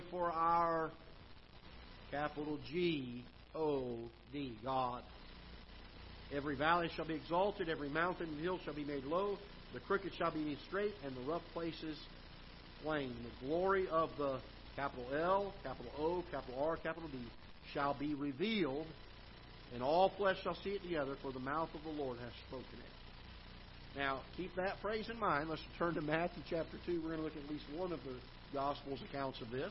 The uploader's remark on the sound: Ketha Heights Baptist Church ~ Live Broadcast